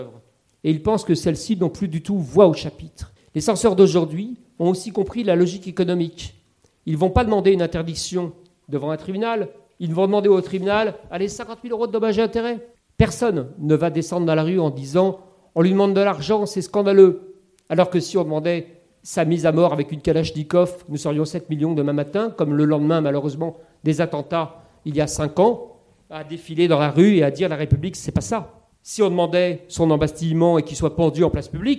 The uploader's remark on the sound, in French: Lors d'une conférence inédite.